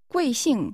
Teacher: This is pronounced with two falling tones.